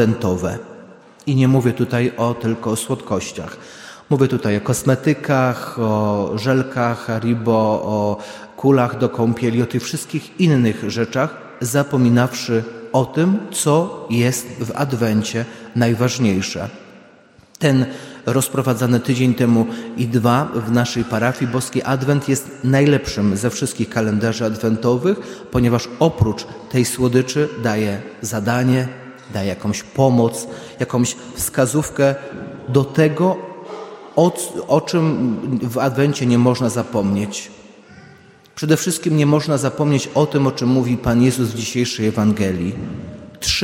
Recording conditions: large echoing room